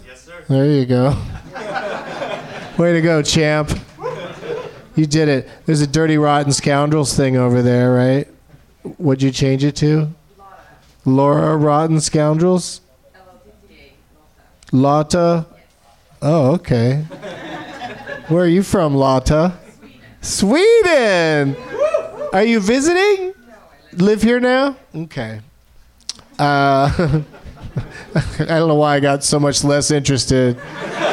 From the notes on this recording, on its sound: Live from the NerdMelt Showroom